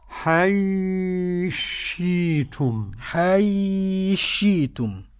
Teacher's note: السوسي يدغم الثاء في الشين